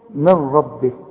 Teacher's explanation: النون بتخش في الراء إدغام كامل بدون غنة